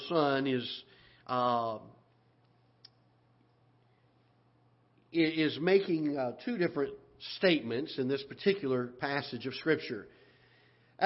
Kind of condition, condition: setting, large echoing room